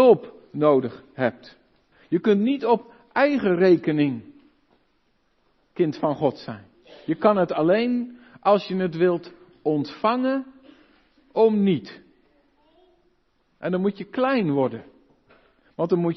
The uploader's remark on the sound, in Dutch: De preek is op 12 februari 2023 opgenomen in de Maranathakerk te Groningen